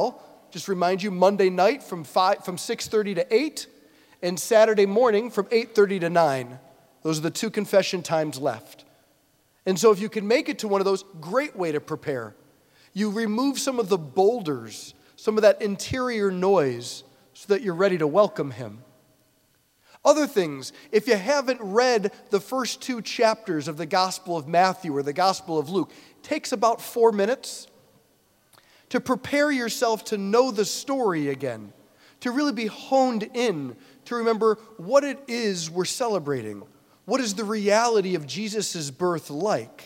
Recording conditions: large echoing room